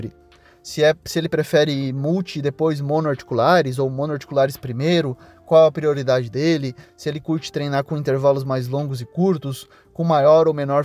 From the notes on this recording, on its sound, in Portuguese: Relembrando os velhos tempos gravando um episódio dentro do carro